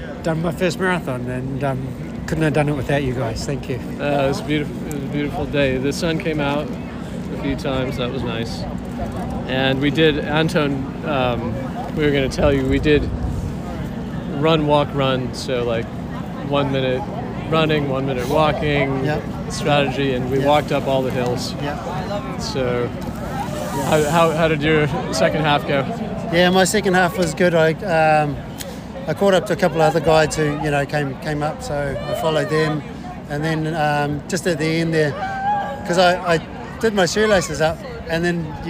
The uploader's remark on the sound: In this episode, we have a few live clips from just before and just after the marathon.